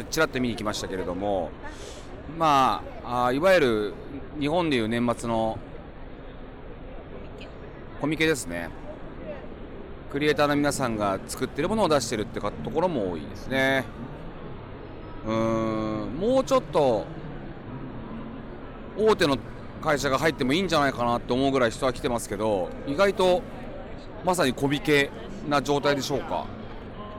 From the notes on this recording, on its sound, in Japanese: ロサンゼルス現地12/1～12/3に開催された L.A.Comic Con の現場からお届け。